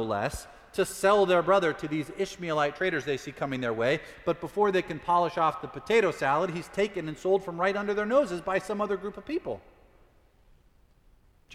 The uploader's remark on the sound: Preached at Fourth Presbyterian Church.